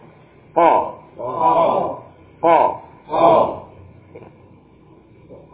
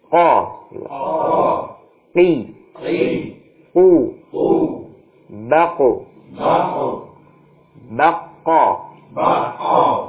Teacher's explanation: Ya. Jadi, aksal lisan, ya, pangkal lidah, ini bertemu dengan langit-langit lunak. Keluar darinya huruf qaf.